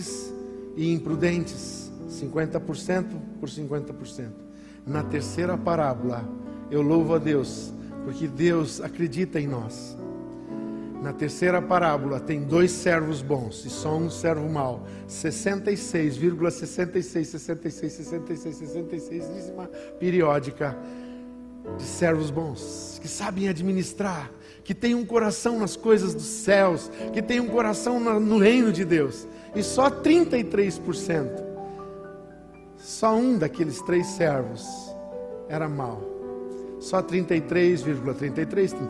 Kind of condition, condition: setting, large echoing room